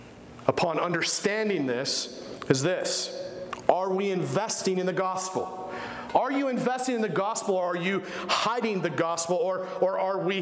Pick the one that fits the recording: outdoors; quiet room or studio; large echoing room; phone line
large echoing room